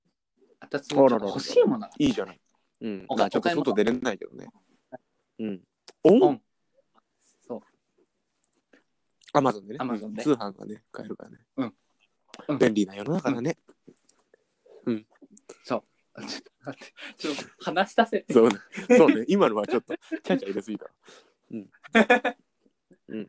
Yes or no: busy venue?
no